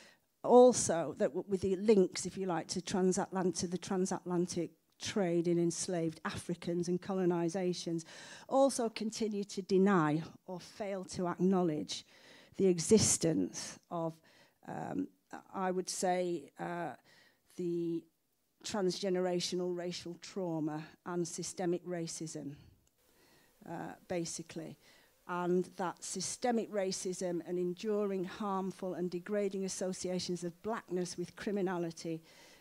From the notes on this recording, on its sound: The 2023 Skellern Lecture and Lifetime Achievement Award evening was held at Cardiff University. MhTV was invited to act as a repository for the event.